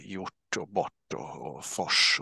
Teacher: R och T eller R och S till exempel smälter ihop till ett gemensamt ljud · Term: retroflexer